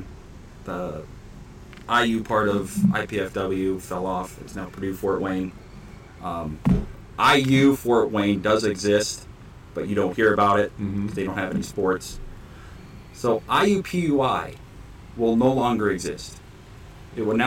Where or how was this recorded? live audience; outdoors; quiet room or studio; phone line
outdoors